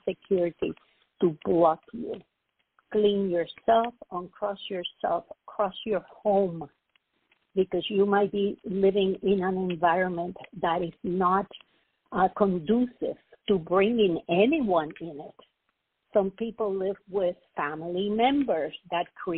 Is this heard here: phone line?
yes